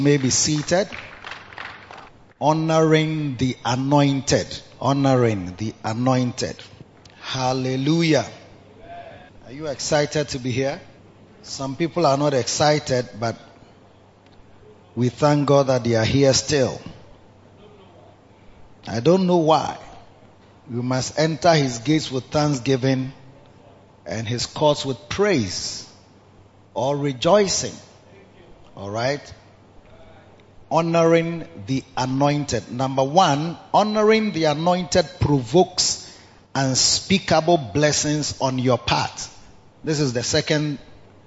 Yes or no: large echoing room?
yes